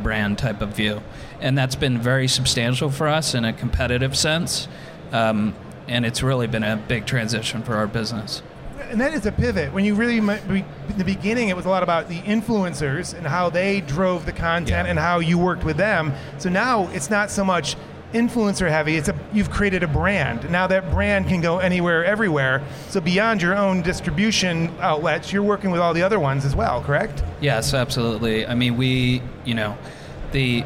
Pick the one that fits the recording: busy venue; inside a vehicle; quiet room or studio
busy venue